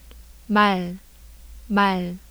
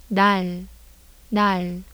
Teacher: Nasals, bilabial, dental, and velar